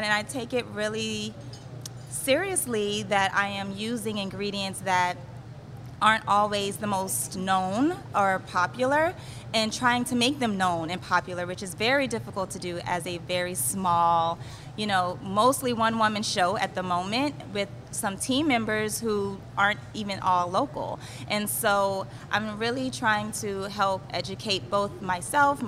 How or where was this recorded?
busy venue